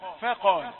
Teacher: فقال رقيقه وقاف مفخمه